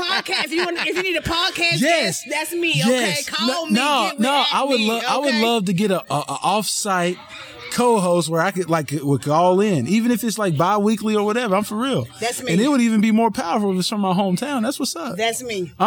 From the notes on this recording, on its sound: LIVE FROM THE M.A.C. Comedy Show, Sounds and interview with a old childhood neighborhood friend.